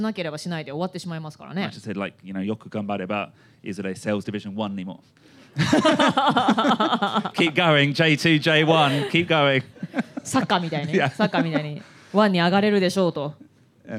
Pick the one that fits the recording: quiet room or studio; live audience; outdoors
live audience